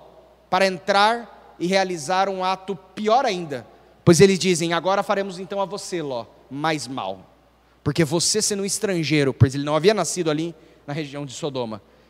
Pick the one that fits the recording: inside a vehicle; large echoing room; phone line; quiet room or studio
large echoing room